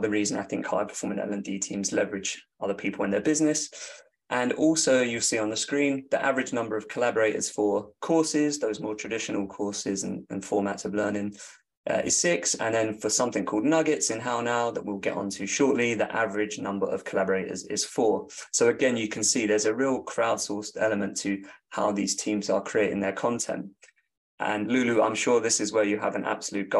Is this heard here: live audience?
no